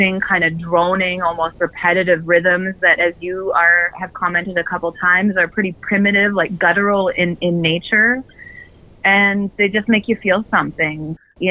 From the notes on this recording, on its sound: Chime in on the phone. Airing Saturdays from 4PM to 6PM EST on CIUT FM, Toronto, Canada, and syndicated on CJMP FM.